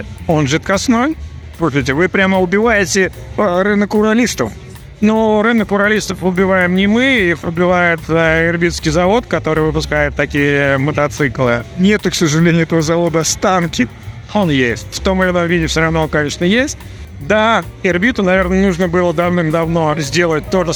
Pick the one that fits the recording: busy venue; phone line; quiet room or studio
busy venue